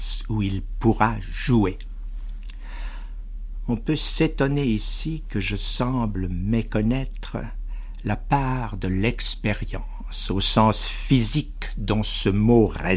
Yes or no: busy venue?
no